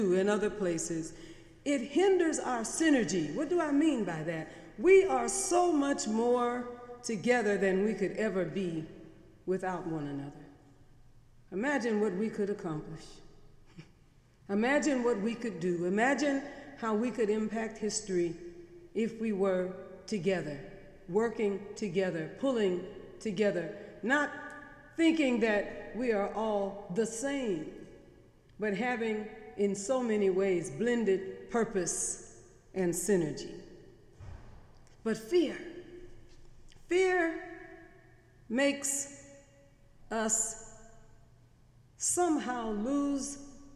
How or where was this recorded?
large echoing room